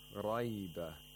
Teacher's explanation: The ra is pronounced with tafkhim.